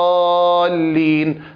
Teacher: فاللام هنا مرققة وأمر بترقيقها والحرص على الاعتناء بذلك لأن بعدها حرف مفخم وهو الضاد